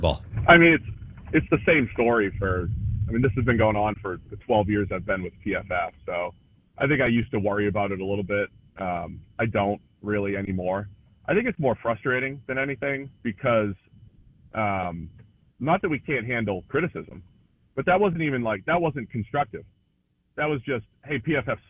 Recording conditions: phone line